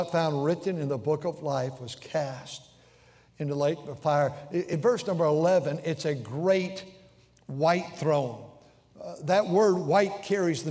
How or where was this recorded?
large echoing room